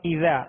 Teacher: بسم الله الرحمن الرحيم، إذا جاء نصر الله یا اذا، شروع میں حمزہ ہے اس کو سختی سے پڑھیں گے، اذا، زال کو نرمی کے ساتھ ادا کریں گے، زال کے آگے الف مدہ ہے لہذا ایک الف کی مقدار کھینچ کر ادا کریں گے